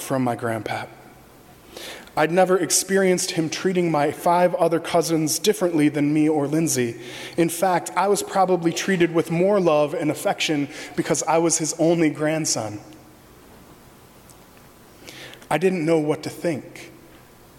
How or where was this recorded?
large echoing room